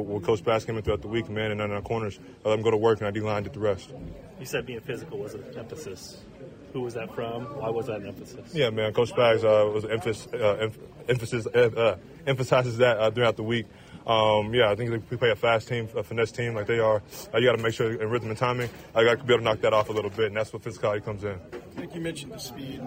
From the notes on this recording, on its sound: press conferences and locker room audio from Arrowhead